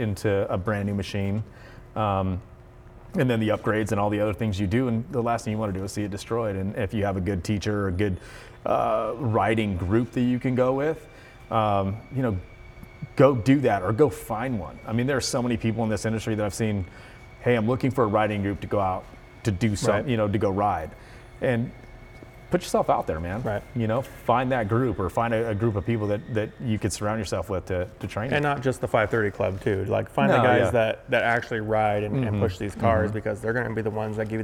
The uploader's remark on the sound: in their Hayden, Idaho machine shop